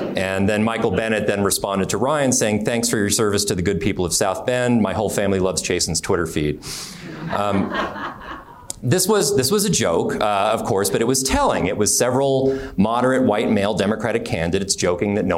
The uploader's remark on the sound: Panel discussion. Held at the University of Denver.